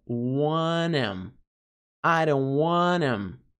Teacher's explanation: Quando reduzido, tira o TH. Fica am.